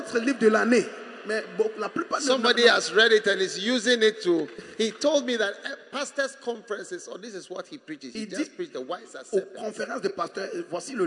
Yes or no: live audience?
yes